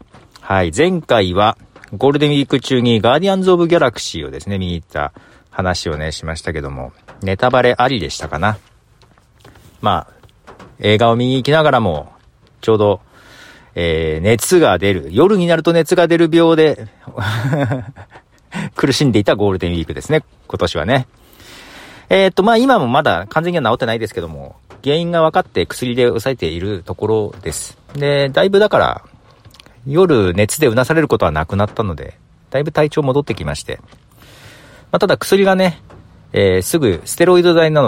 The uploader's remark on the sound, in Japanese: 雨の中、塾の前。塾の息子を待っていながらの録音。昼過ぎはなかなかの雨でした。